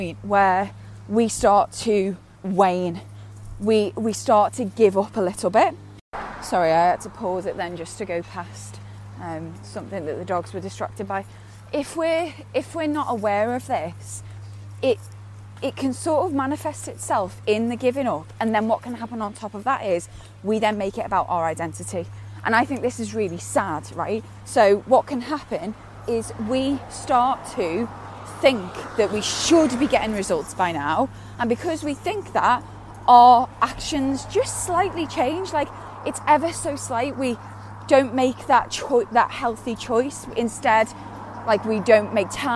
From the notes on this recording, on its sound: recorded on a dog walk